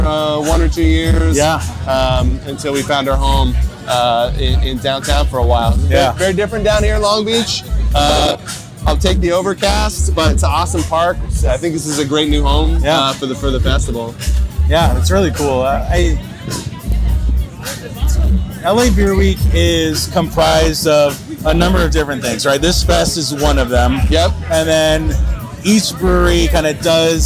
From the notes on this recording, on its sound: this LIVE episode of HopTalk, recorded at the buzzing LA Beer Week kickoff festival